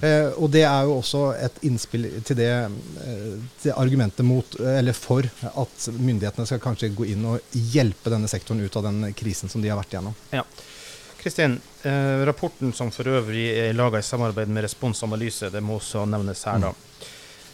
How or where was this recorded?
busy venue